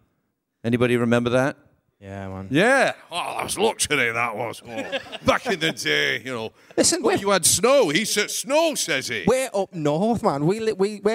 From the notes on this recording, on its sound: Live at Manchester MCM. Recorded live onstage at MCM Manchester Comic Con!